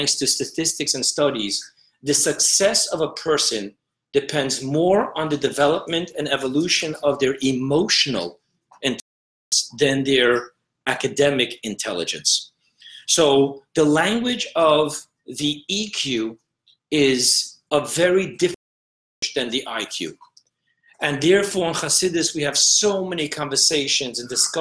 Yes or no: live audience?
no